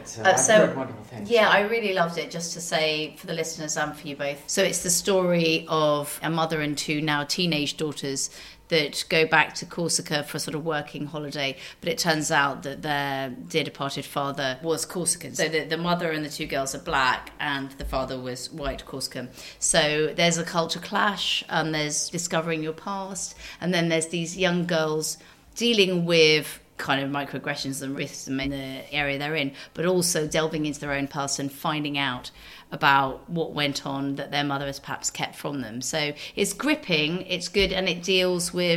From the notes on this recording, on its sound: Live from Cannes! From the red carpet to the film market, behind the scenes at the festival. A taste of the French Riviera live from the Festival de Cannes, catching some friends of Girls On Film out and about at the festival.